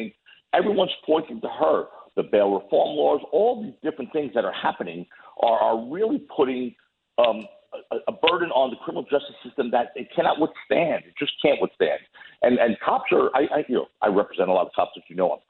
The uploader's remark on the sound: Calls in from Italy.